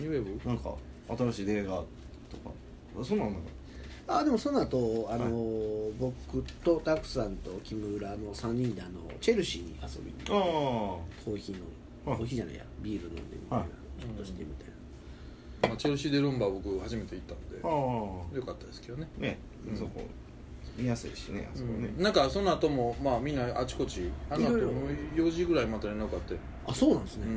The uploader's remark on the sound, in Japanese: 神戸、SPACE DOG!RECORD(お店)より。